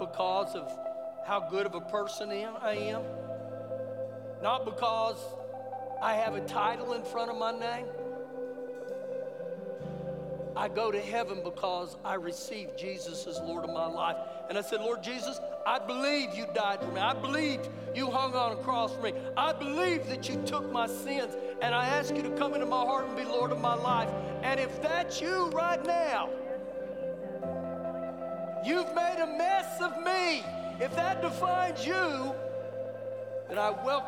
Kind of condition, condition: setting, large echoing room